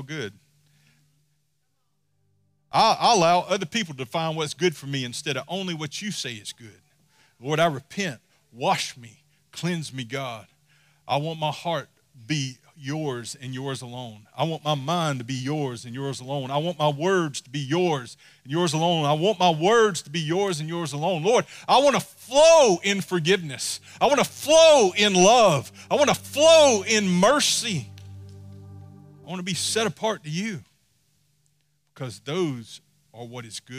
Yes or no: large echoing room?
yes